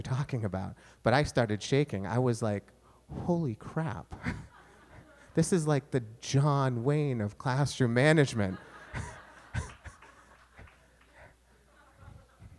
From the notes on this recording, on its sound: This session was taped in from of a live audience at 92YTribeca.